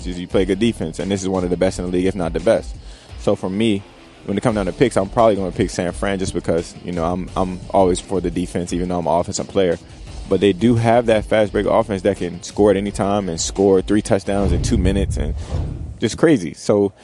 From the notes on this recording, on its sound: Live from radio row, welcome to Super Bowl week!